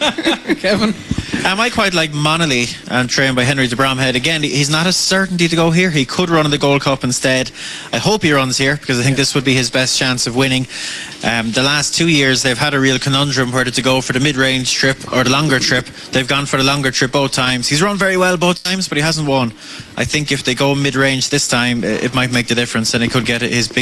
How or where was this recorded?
busy venue